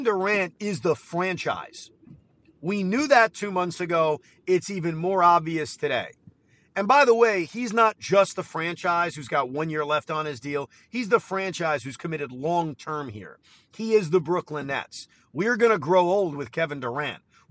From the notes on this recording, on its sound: While driving back from the studio